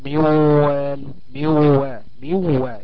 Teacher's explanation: تقوم كانها اقلبت واو وتضغم الواوين لتصير واوا واحده مشدده